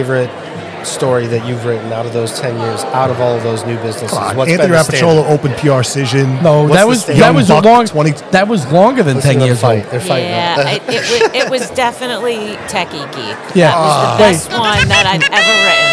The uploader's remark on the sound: live from the SIEDC Business Conference